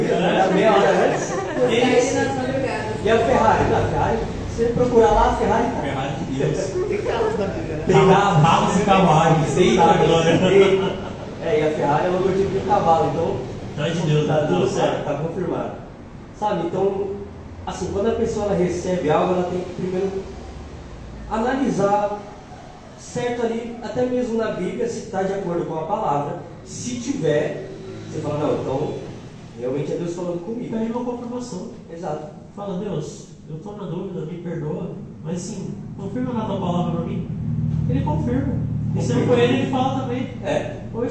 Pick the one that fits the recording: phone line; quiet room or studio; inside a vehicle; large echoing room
large echoing room